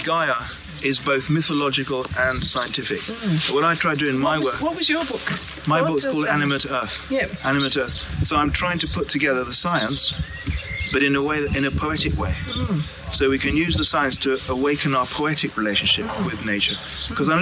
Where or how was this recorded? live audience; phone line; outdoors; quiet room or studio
outdoors